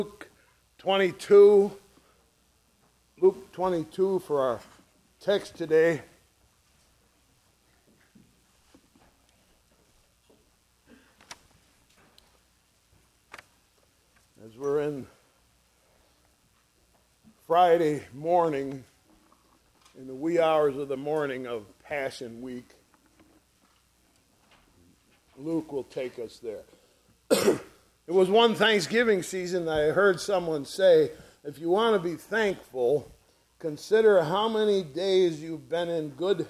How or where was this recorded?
large echoing room